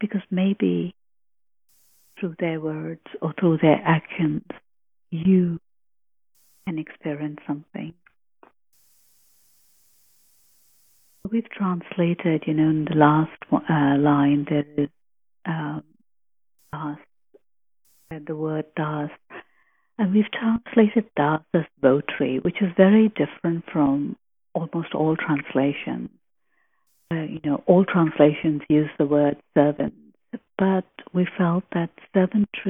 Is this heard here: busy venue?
no